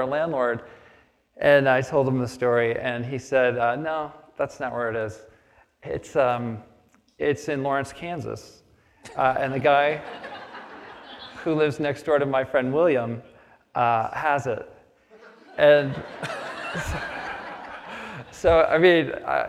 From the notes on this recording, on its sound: on the stage of the Traverse City Opera House